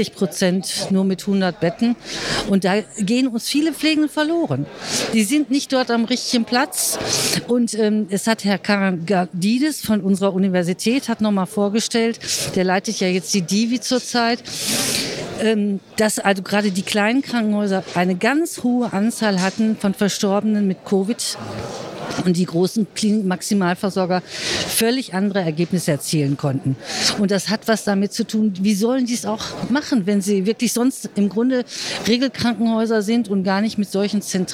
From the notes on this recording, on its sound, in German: SPEZIAL Live vom Deutschen Pflegetag (Tag 1). Wir berichten für Euch live vom Deutschen Pflegetag. Dabei sprechen wir mit Besucher*innen und Refert*innen.